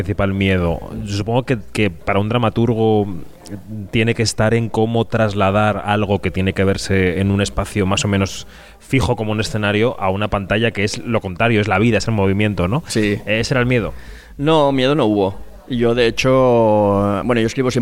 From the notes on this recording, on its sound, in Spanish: El autor y director teatral charló con Kinótico en el Festival de Málaga.